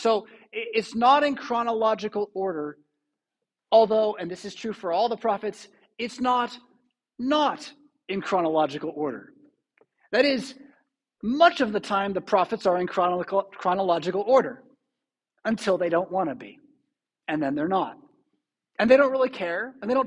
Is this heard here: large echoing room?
yes